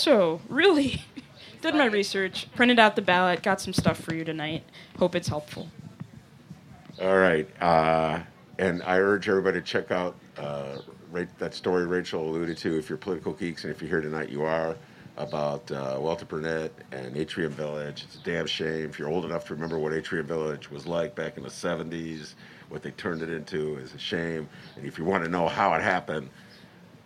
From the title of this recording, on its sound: Live At The Hideout